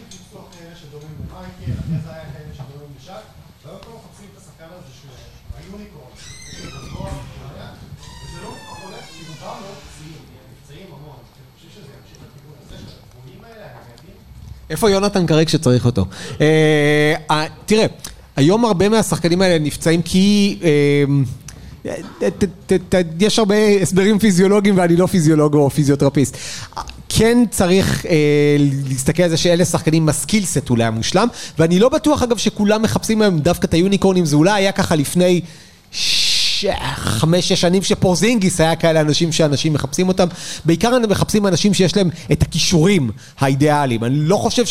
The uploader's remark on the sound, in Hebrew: הוקלט בלייב במפגש מאזינים בבר "הנסיך" בת"א!